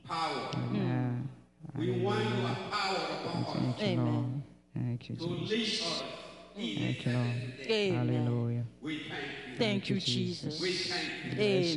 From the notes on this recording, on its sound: Praise and Worship Service The River of Life Church - Audio.